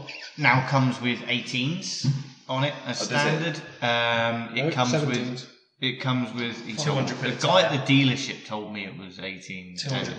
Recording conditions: poor sound quality